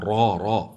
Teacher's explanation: وتأمل هنا الراء مفتوحة، فأنت تقرأ لحفص بشرى را را، نعم، أنا أعيد الراء المفتوحة لتسمع أن الراء في رواية حفص مفخمة، أما في قراءة من ذكر حمزة والكسائي والعاشر والبصري فهي ممالة فرققت لأنها مالت نحو الكسرة.